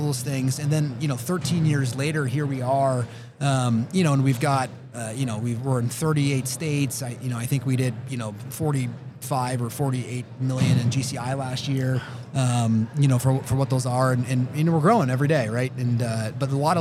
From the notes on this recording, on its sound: coming to you live from Keller Williams Family Reunion